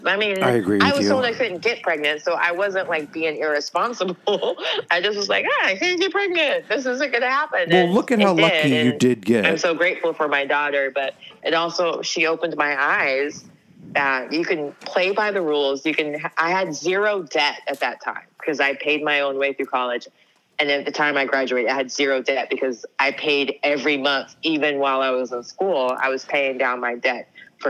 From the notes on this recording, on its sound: Via phone call in the studio today.